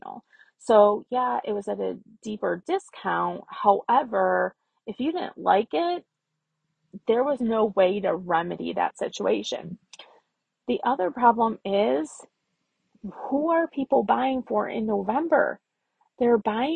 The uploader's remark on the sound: I tried to record this podcast 6 times and finally ended up recording it in my car, strapped for time.